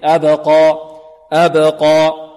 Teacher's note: القاف مفخمة والألف هذه بمقدار حركتين